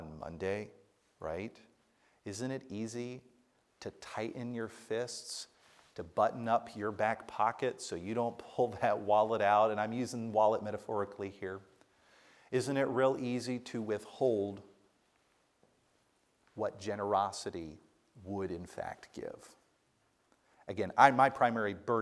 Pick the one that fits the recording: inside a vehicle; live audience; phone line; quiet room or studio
live audience